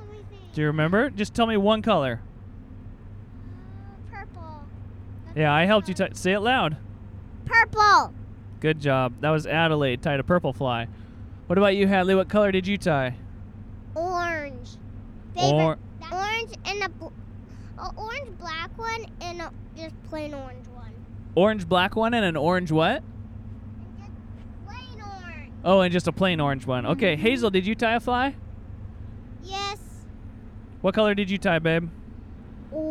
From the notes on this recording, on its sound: Driving home from some real good fishing' on the Russian River. We are passing through Cooper Landing on the Kenai Peninsula.